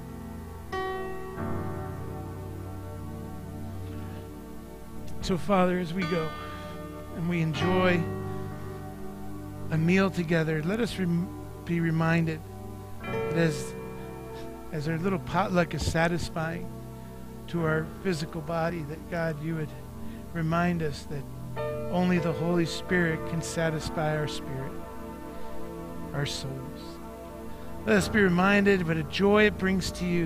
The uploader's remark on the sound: Mt. Zion Church Live!